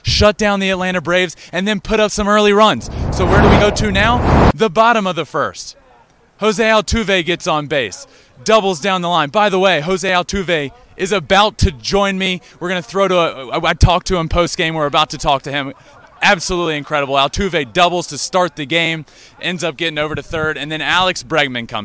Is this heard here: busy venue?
yes